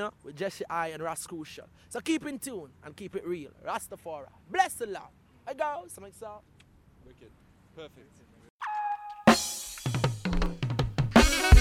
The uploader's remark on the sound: recorded at in the gardens of Devon House, in Kingston, Jamaica, 2003